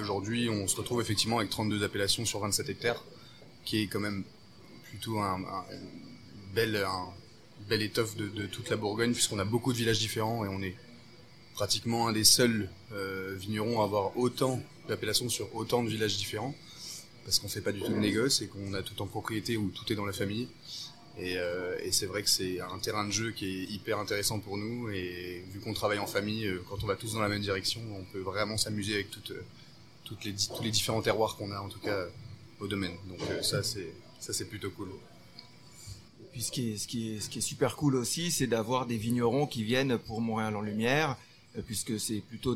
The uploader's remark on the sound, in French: Enregistré au restaurant Annette.